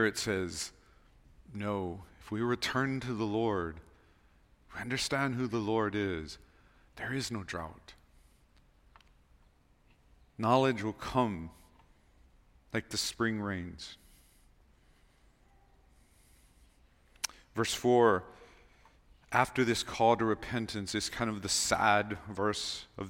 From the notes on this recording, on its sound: Recorded on February 25, 2024 at Waialae Baptist Church.